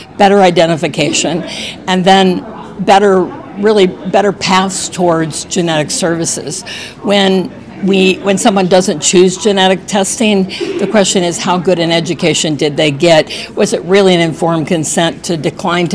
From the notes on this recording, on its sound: podcast recorded live at the 2023 American Society of Clinical Oncology (ASCO) Annual Meeting